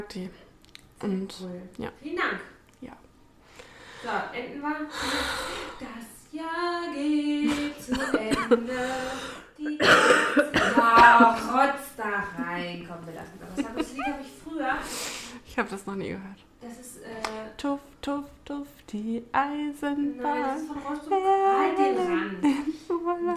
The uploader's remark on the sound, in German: wir haben Dackelbesuch bei der Aufnahme.